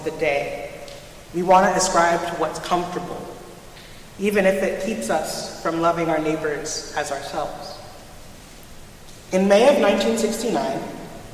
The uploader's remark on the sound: Recorded at Trinity Church in Princeton, NJ.